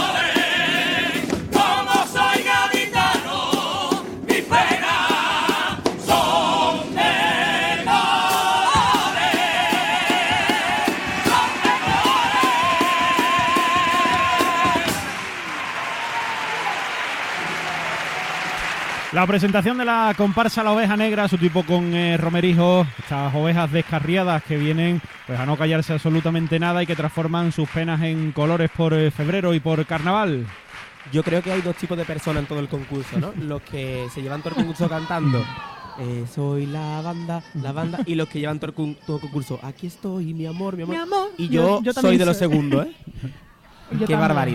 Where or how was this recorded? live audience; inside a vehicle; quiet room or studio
live audience